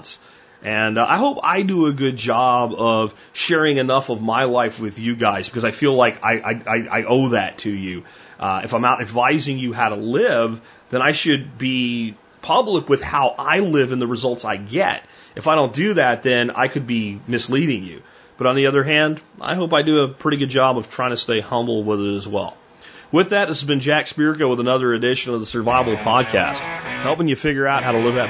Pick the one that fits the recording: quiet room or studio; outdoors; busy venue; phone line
phone line